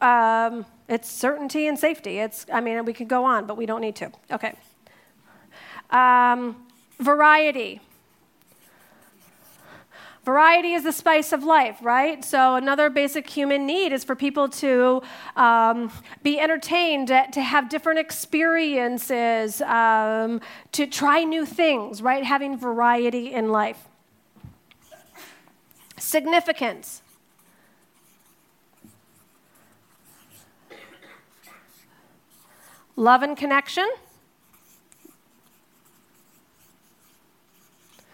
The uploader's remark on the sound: In this segment from a previous live event hosted in Paris.